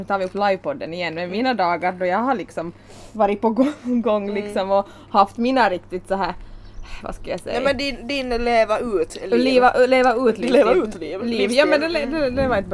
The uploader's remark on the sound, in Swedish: Vi ber om ursäkt för allt smaskande. Pratar precis som vi sku göra med eller utan micken emellan oss. Pool under inspelningen eftersom det är otroligt varmt.